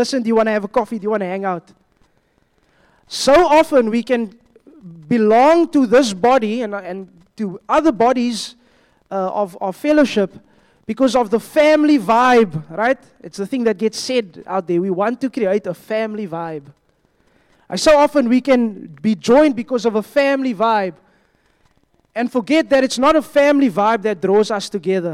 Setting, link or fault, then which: setting, large echoing room